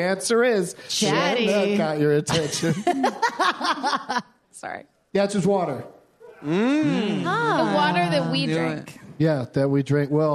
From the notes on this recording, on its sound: LIVE at the Troubadour!